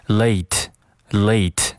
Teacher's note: be late。这个里面连读的是 we 和 are，它们连在一起变成了 weare，weare。但是语速再快一些的时候呢，这个 we are 可能读的也会弱一些，变成 were，were，were。那这个时候这句话就变成了 we're gonna belate，we're gonna belate。那在这句话中有一个关键词就是 late，所以说你不管前面读的多快，这个 late。尤其是这个 a 的这个双元音 a，一定要记得读完整了，读作 latelate。当然，如果你语速比较快的话呢，这个 late 后面这个 t 可以失去爆破。那我们来看一下这句话应该怎么读：We're gonna be late. We're gonna be late.